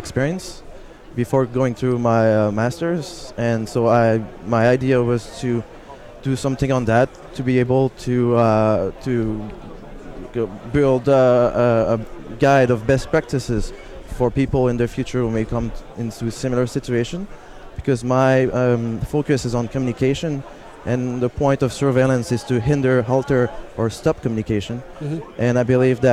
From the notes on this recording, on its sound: live at the 34c3